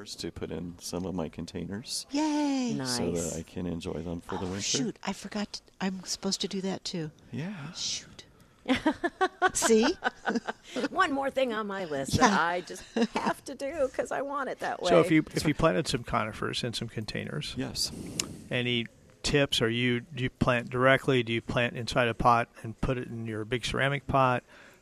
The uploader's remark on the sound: Plant Experts Live at Prairie Gardens.